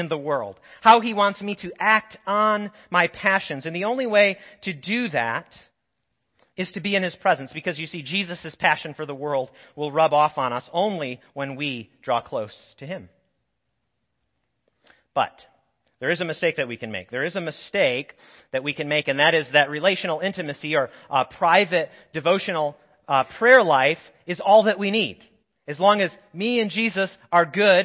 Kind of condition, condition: setting, large echoing room